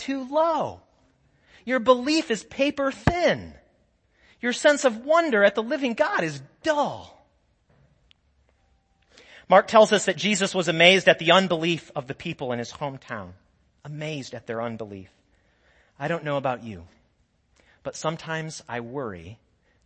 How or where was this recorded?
large echoing room